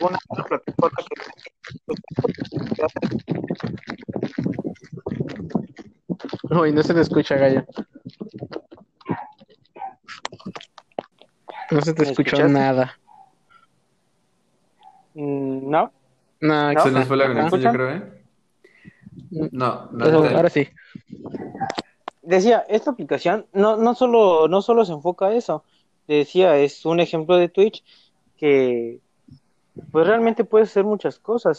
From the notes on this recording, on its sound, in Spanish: se Ira mejorando el audio